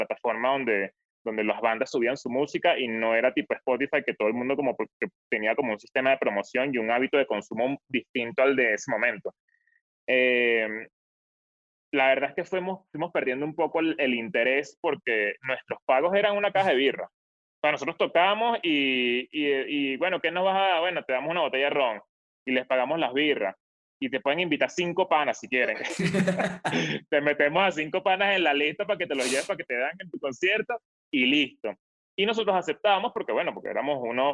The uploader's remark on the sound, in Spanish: El Music Deal se conecta vía zoom